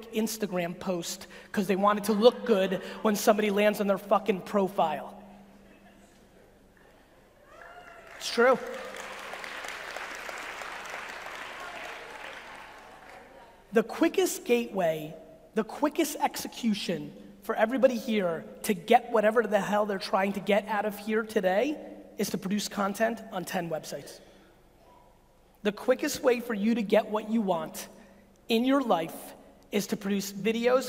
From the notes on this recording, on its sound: A segment of a keynote I gave 4 years ago in London, England!